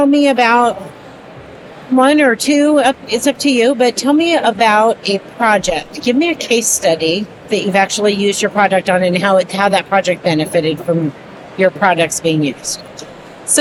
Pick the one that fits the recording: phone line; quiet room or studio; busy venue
busy venue